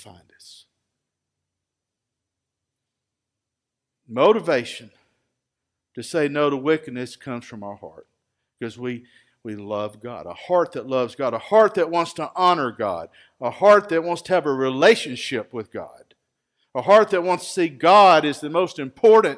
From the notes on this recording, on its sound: Recorded live at Freedom Fellowship Church in Tontitown, Arkansas on Sunday, November 8, 2020.